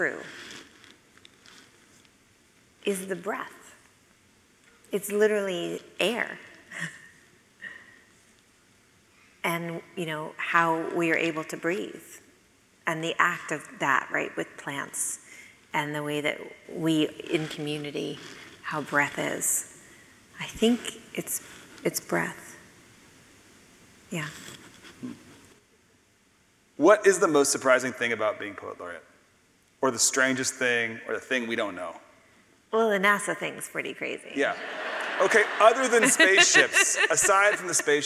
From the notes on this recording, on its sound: from the closing night of the 2022-23 Portland Arts & Lectures series